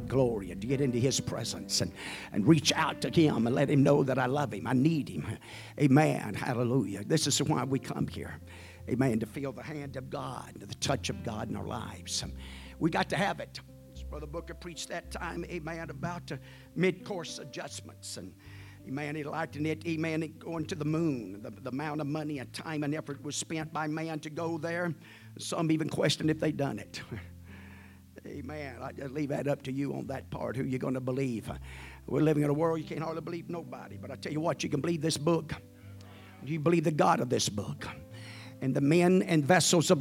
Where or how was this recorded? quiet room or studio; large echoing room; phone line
large echoing room